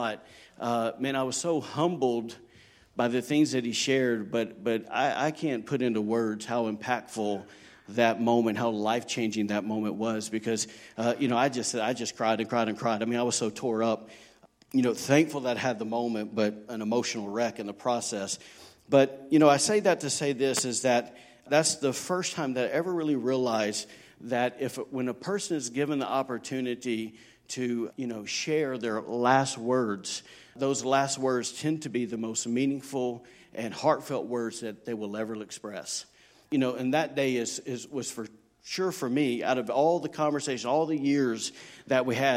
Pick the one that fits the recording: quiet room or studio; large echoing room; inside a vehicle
large echoing room